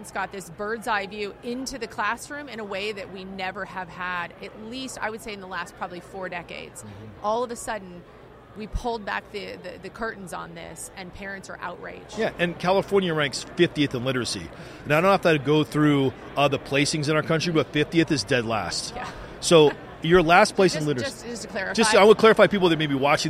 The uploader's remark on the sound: The Unity Project What’s UP? Podcast at AmFest.